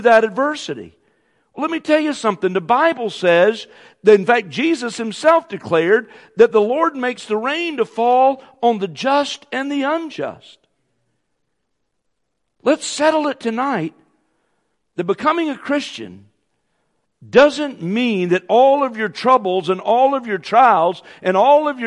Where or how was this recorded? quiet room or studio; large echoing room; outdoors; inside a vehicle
large echoing room